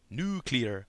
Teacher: Contrary to stereotype, … did not pronounce it nuclear, but he did put more emphasis on the first syllable than an urbanite would